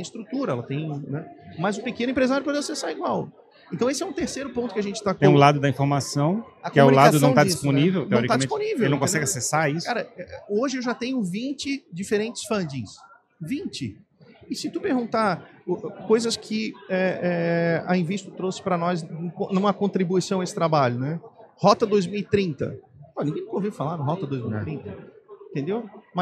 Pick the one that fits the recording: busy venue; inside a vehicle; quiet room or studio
busy venue